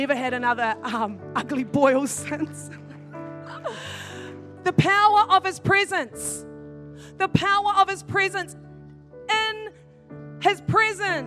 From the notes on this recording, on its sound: In this message from Activate Conference 2021.